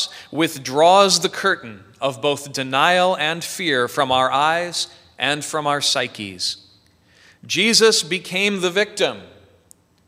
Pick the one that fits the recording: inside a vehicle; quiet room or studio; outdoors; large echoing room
large echoing room